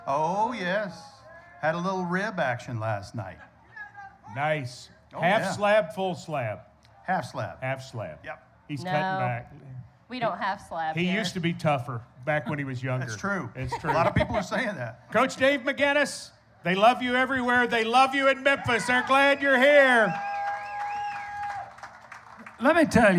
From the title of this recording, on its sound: LIVE at Memphis for 901 Day